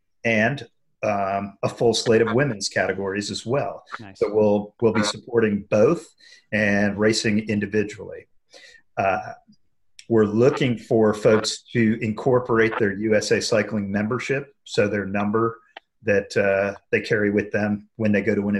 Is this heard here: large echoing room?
no